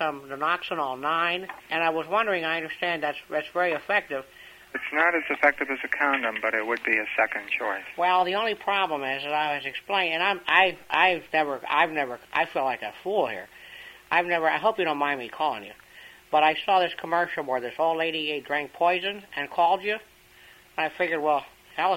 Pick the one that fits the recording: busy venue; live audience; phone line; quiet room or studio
phone line